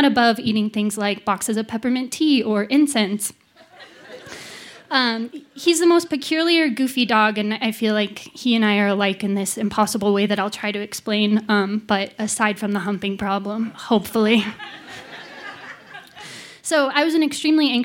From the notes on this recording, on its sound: Graced the stage for the first time when she shared this story. Recorded live on 21 November 2018.